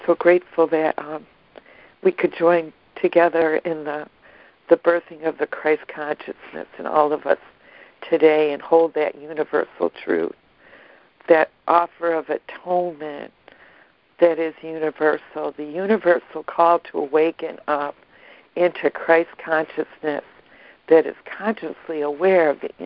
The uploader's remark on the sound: ACIM Daily Conference Call.